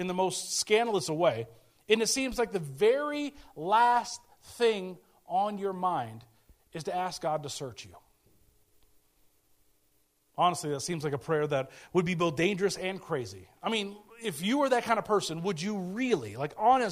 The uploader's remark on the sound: speaking at Soma Community Church in Jefferson City, MO on 20 August 2023